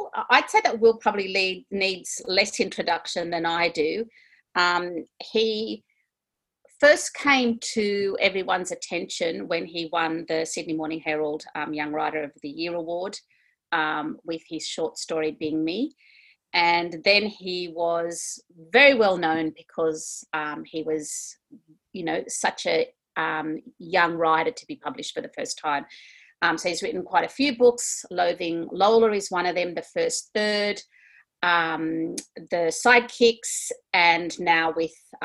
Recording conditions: video call